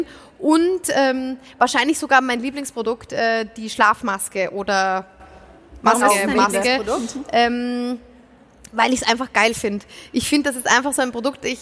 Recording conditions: live audience